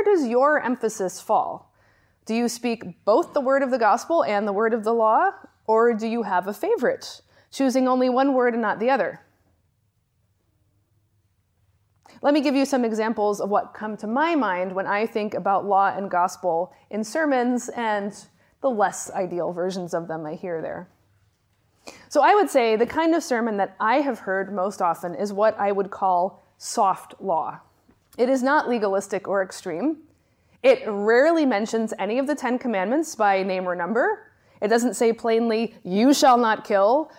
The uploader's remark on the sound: Lectures on the distinction between law and gospel that I gave at the Johannelund School of Theology. Lectures on the distinction between law and gospel that I gave at the Johannelund School of Theology in Uppsala, Sweden.